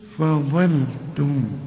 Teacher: رقق الفاء وفخم الظاء ورقق اللام